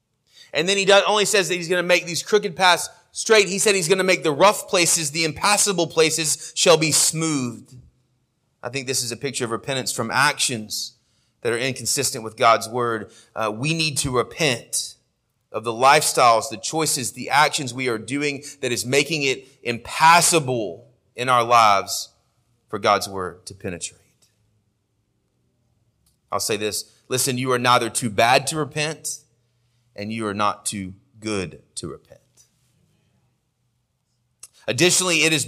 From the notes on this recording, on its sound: Sermon audio from our morning worship service